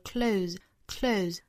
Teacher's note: 在做动词和名词的时候呢，单词尾部应该是读浊音的